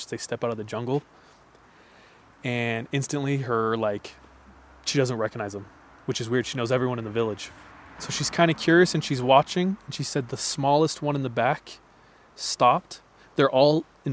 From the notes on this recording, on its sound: Our First Episode at the Campfire. This time we record near the birthplace of 3AM—the woods. Apologies for the passing traffic throughout the episode.